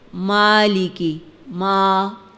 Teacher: جب یہ تینوں مدہ حالت میں ہوں تو یہ منہ کے خالی حصے سے ادا ہوتے ہیں، جیسے مالکی، ما، یہ جو آ کی آواز ہے یہ مخرج نمبر 1، یعنی منہ کا خالی حصہ وہاں سے ادا ہوتی ہے